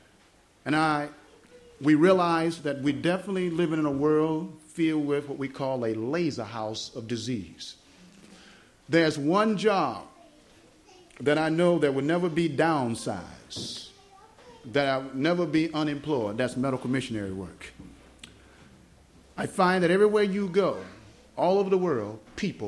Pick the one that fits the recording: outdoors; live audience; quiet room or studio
live audience